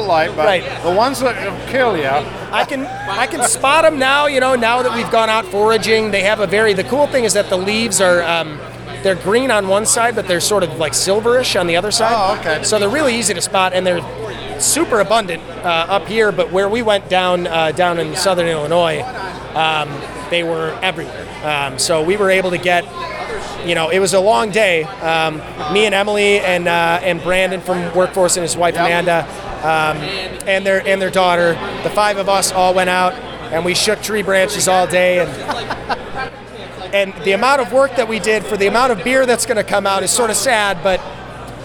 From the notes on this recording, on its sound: we are reporting from a cask ale event from The Firkery, and hosted at Skeleton Key